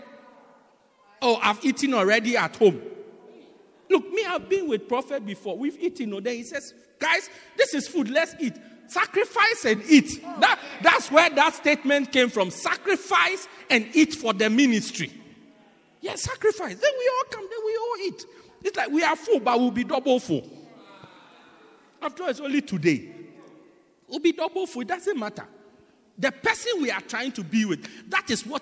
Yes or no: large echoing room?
yes